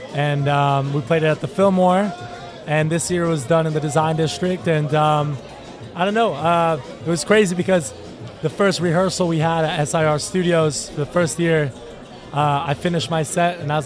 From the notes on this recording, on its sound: Live from Carnaval on the Mile